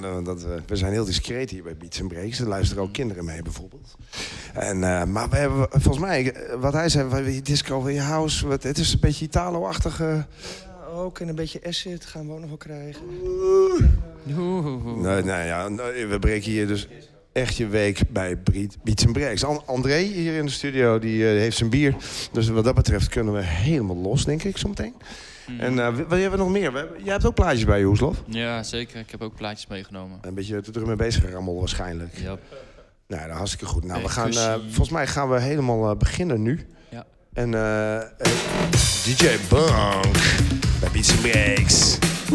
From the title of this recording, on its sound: Beats 'n Breaks 2019-04-10 live from ORKZ-Bar